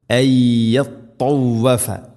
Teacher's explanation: സുക്കൂനുള്ള നൂനിന് ശേഷം അയ്യ നൂനിനെ യായിലേക്ക് ഇദ്ഗാം ചെയ്ത് മണിച്ചുകൊണ്ട് ഉച്ചരിക്കണം. · Term: ഇദ്ഗാം ബിഗുന്ന